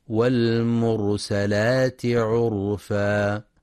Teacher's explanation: ينتبه القارئ لفتح السين فلا يقرأ والمرسلات، وينتبه أيضا لتفخيم راء والمرسلات وعرفا، لأنها ساكنة وما قبلها مضموم